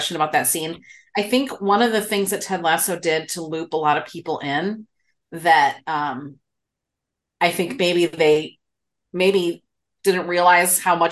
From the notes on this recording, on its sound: sit down (via zoom) and chat